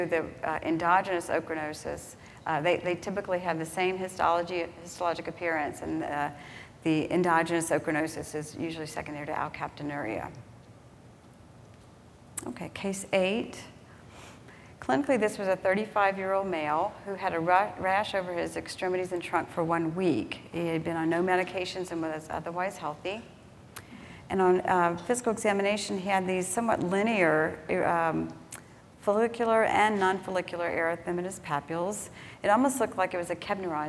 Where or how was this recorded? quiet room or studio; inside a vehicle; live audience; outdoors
live audience